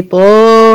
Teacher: ده مد طبيعي، اسمه مد طبيعي حرفي بمقدار حركتين